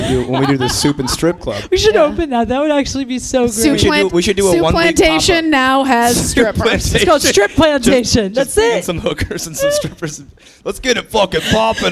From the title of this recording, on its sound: LIVE IN CLEVELAND